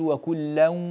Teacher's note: في قوله تعالى وكلا وعد، هناك عموما أحكام النون الساكنة والتنوين عندك ليست على ما يرام كذلك، تقول وكلا وعد، وكلا وعد، فأتيت بخطأين، طولت اللام ولا حاجة لذلك، ولم تدغم التنوين في الواو، وكلا هذا تنوين جاء بعده واو، وعد، ندغم التنوين في الواو · Term: الإدغام بغنة